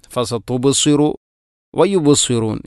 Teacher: ഫസത്തു ബസീറു വയു ബസീറൂൻ, ഇവിടെ സ്വാദിൻ്റെ ഉച്ചാരണം രണ്ട് പദത്തിലും ഫസത്തു ബസീറു വയു ബസീറൂൻ, ഇവിടെ രണ്ടും സ്വാദിൻ്റെ ഉച്ചാരണമാണ്. ശ്രദ്ധിക്കേണ്ടത് സീന് അല്ല